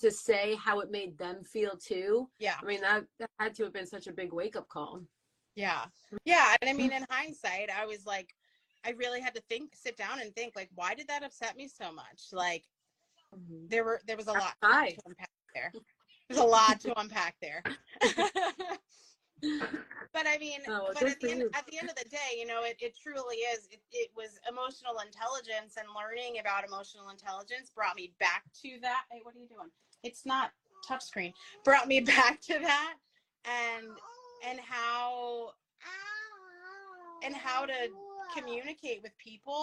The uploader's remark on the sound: We were invited to go live on instagram